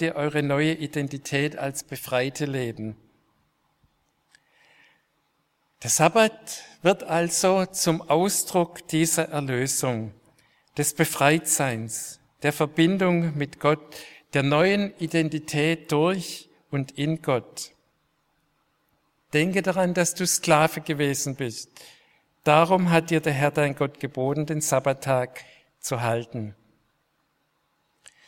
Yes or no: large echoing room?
yes